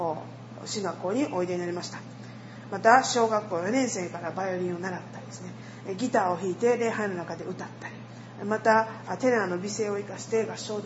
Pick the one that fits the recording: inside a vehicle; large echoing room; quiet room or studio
large echoing room